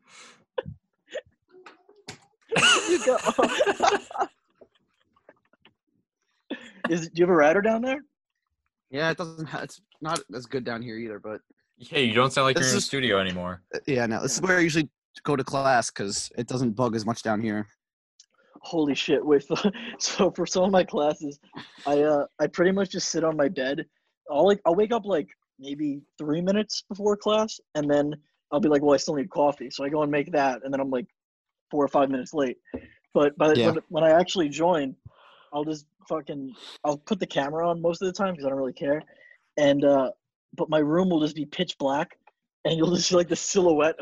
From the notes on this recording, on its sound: Some lagging on our Zoom call.